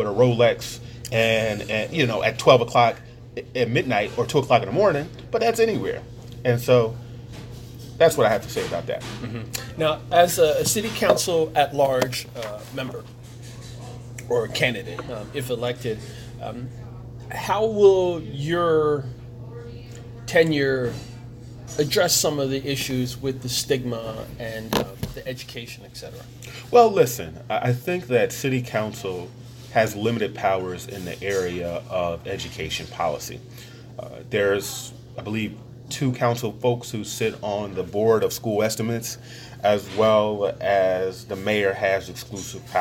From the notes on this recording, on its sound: over a meal at Pat's Diner